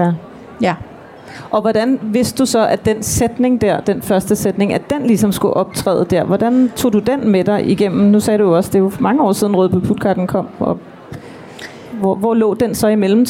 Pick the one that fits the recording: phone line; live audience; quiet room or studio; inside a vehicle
live audience